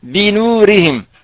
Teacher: النسخة هنا مثلا هذه بنورهم بنو، فنقول لهم الباء حرف مستفيل مكسور، النون حرف مستفيل مرقق، الواو ساكنة تابعة للنون، الراء مكسورة يعني مرققة، والهاء بطبع الحال مرققة · Term: الترقيق